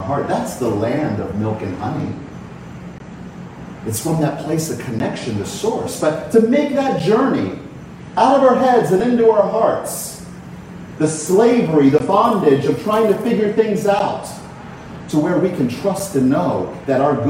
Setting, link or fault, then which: setting, large echoing room